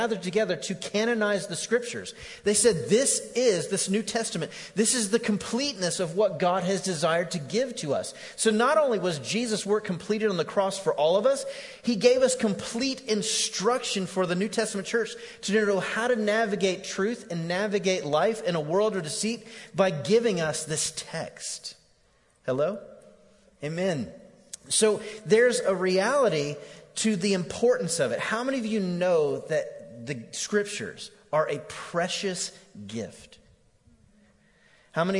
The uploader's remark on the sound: Recorded live on 10/7/18 at The Fellowship at Mt Juliet.